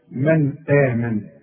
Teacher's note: من حرف مرقق، النون ساكنة وبعدها الهمزة، يبقى النون دي حرف إظهار ما بنش.